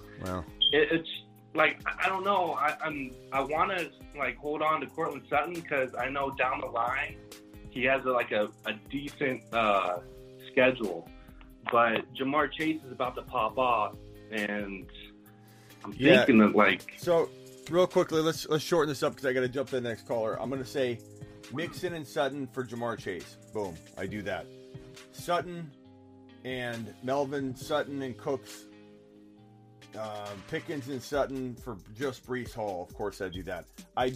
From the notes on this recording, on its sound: Fantasy Football Phone Calls.